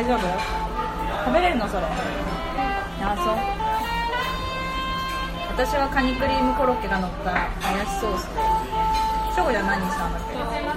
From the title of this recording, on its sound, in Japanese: 外収録！屋上かまたえん